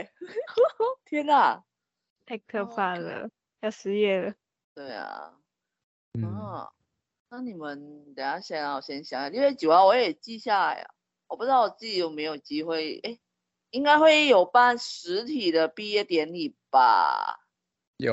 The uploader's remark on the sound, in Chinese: 挑戰遠距離錄音